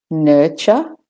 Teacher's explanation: Again, no r in the ur.